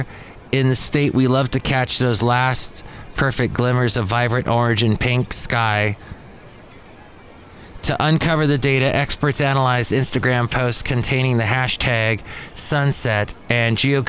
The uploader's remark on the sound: podcasts live from Cafe Anyway